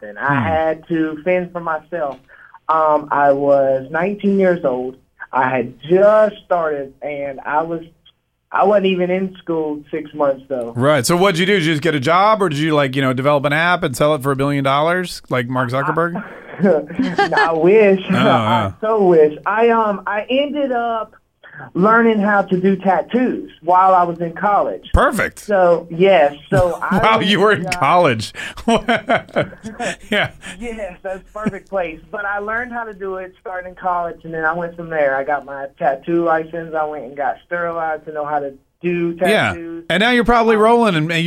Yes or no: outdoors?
no